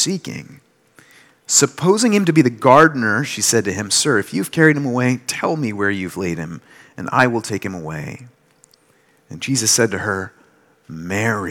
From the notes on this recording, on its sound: delivered this sermon during Liberti’s Easter Sunday worship on April 9, 2023